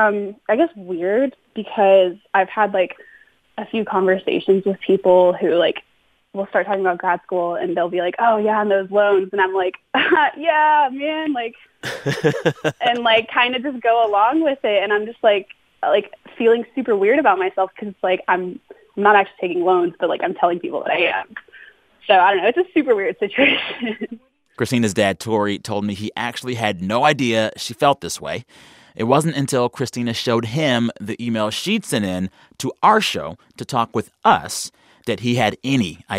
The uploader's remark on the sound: Listeners call in.